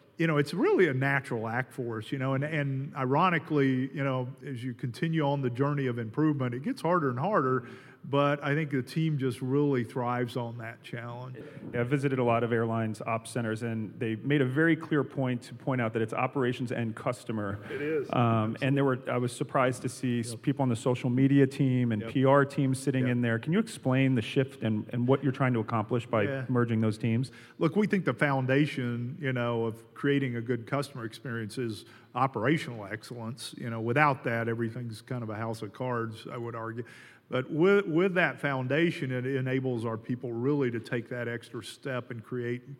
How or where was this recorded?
live audience